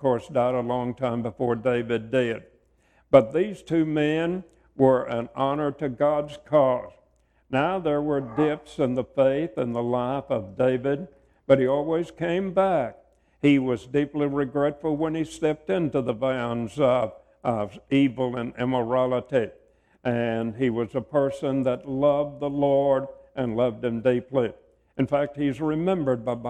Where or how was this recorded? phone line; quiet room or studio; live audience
live audience